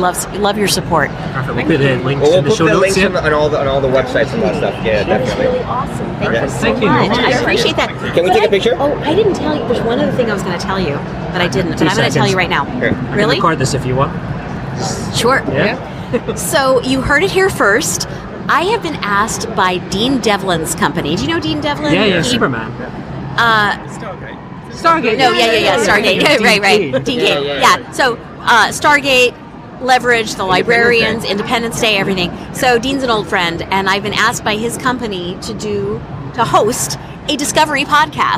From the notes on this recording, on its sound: In this special episode of Primitive Culture, recorded at the Destination Star Trek convention in Birmingham, UK.